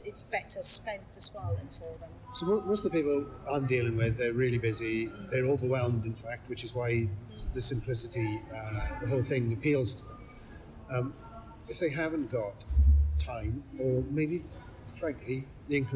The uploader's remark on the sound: Audio recorded in the lobby of Swansea University SOM - Not awesome quality!